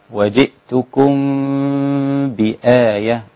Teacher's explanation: إخفاء الباء مع الميم الساكنة